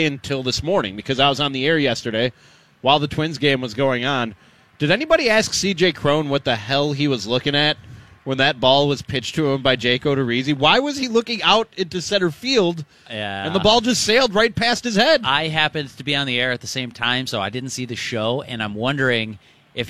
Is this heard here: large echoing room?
no